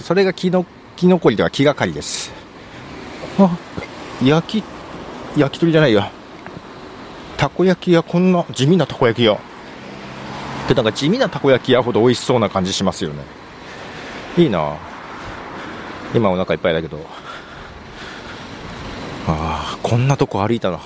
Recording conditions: outdoors